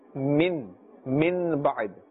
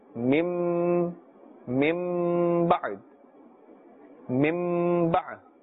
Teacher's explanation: We change the noon sakin, the sound of this, into a meem, and we do ikhfa. · Shown in: second take · Term: Iqlab